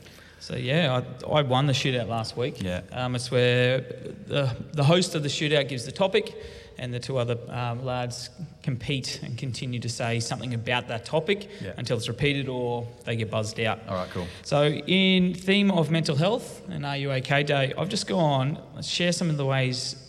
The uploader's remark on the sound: RUOK? Sunday LIVE at Beyond Church.